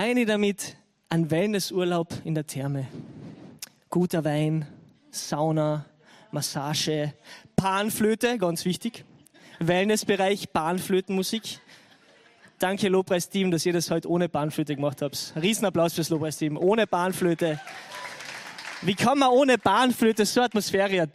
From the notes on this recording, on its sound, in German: Gottesdienst live aus der LIFE Church Wien.